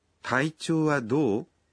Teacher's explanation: Essa é uma pergunta, portanto, ela precisa ser dita com uma entonação ascendente.